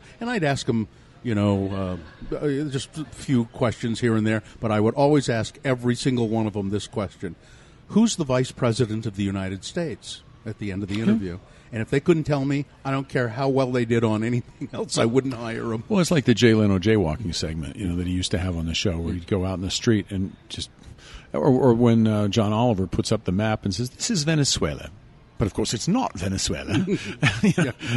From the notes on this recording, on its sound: This episode was recorded at Zest in downtown SLC.